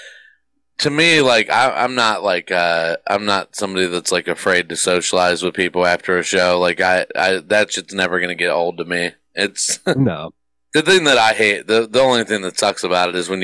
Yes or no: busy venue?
no